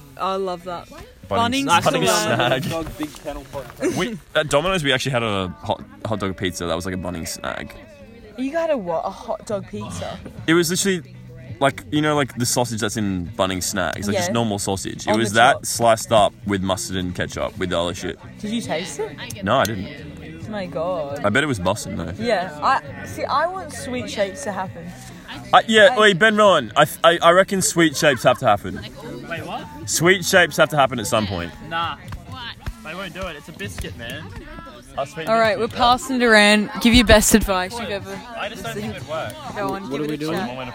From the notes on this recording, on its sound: Camping edition. They record a random spontaneous tipsy podcast around the campfire.